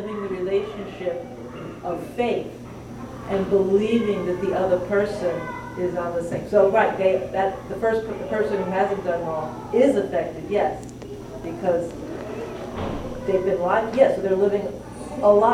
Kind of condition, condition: setting, live audience